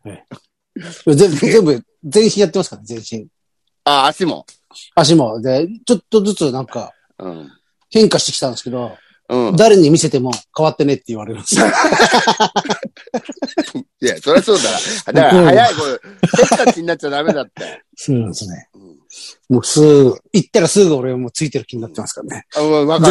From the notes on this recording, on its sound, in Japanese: ZOOMで収録。